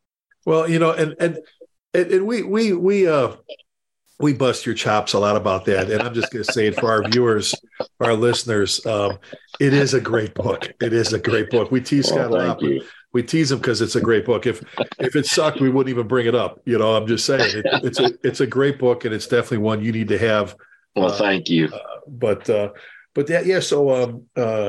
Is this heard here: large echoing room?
no